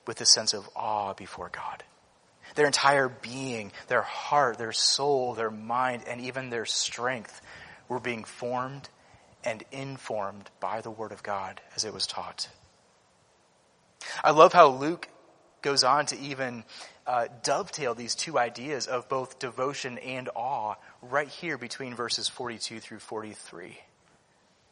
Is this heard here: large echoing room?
yes